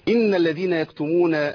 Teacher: أبدل الكاف بجيم بسبب أنه منع صفة الهمس، النفس منعه. لا، إحنا عايزين نفس هنا بالله عليكم.